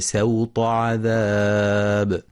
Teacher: وفي قوله سبحانه فصب عليهم ربك سوط عذاب، يخطئ من يقرأ سوط بالصاد صوت، والصواب أنها بالسين مع مراعاة تفخيم الطاء بعدها والحذر من سحب التفخيم للسين